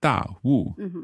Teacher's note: So that's fourth tones each word, da and wu.